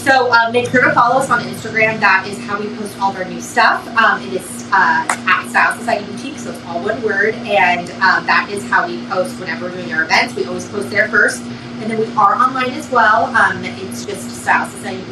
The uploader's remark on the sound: PS - please excuse the fan noise - we recorded this during the heatwave! Costa Mesa, CA.